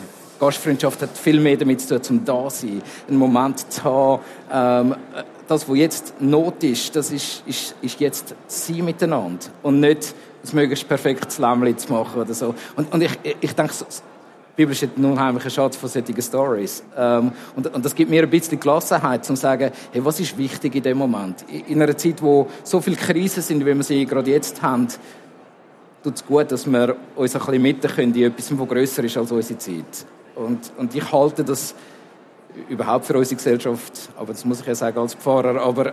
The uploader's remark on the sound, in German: im Live-Podcast an der Igeho